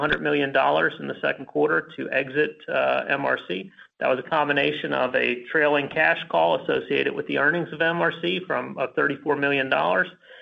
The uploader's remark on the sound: Alcoa (AA) Q2 2019 Earnings Call